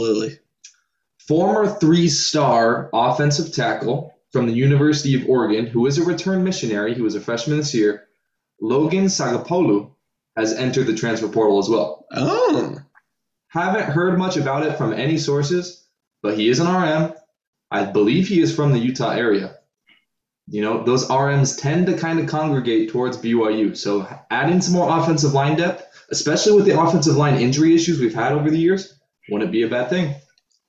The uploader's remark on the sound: This LOADED episode brings the crew back together, still over zoom unfortunately.